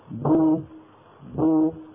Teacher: الباء المضمومة تخرج من الشفتين يعني بتباعدهما، ويصاحب ذلك انضمام للشفتين إلى الأمام